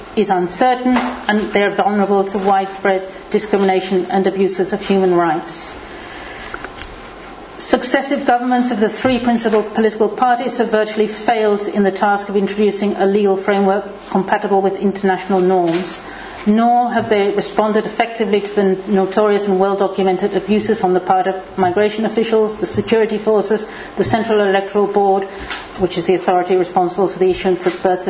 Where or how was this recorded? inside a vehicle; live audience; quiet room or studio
live audience